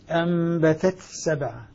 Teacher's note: نأتي بالهمس التاء ثم ندخل في السين · Term: إظهار التاء